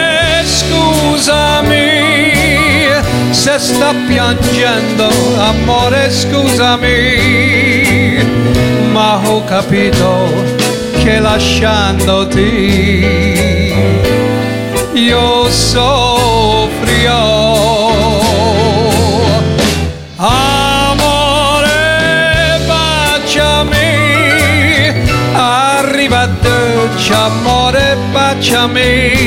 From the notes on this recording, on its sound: Live at the South Point Casino